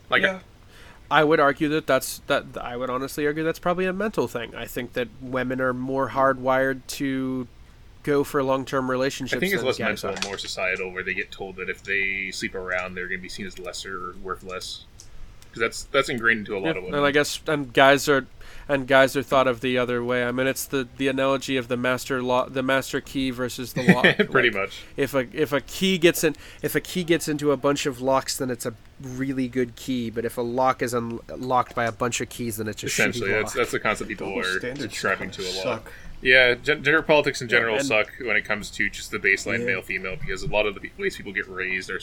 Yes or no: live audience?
no